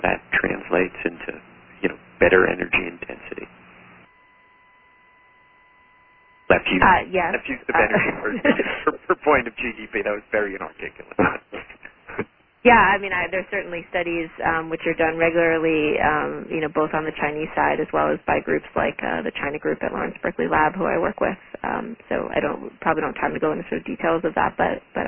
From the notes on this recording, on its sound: Join an on-the-record teleconference. Q&A follows the speakers' remarks.